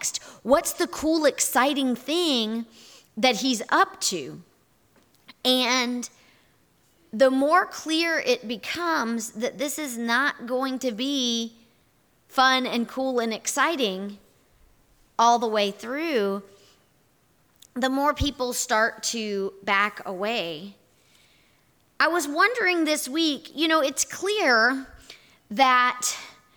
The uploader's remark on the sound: Here is our audio recording from this morning&#8217;s in-person worship service. Here is our audio recording from this morning’s in-person worship service.